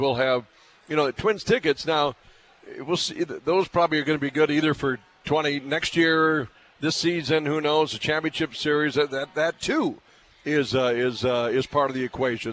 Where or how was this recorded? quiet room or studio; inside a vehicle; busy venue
busy venue